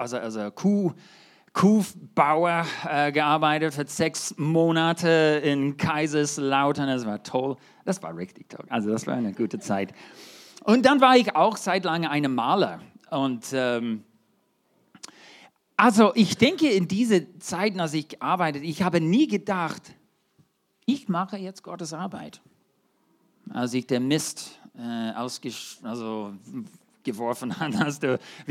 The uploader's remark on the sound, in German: 2023 in der Gemeinde Kaleo Schopfheim aufgenommen.